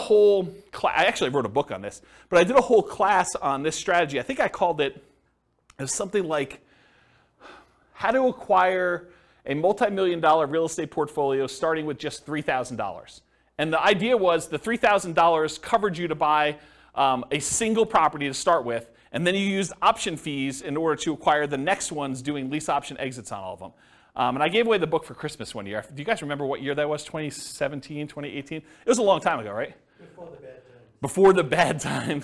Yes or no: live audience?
yes